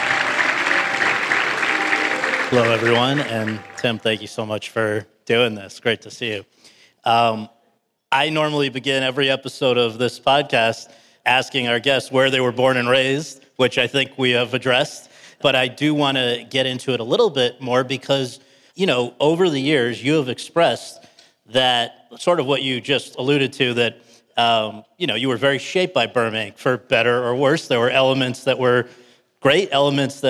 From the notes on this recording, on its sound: In front of an audience at the Burbank International Film Festival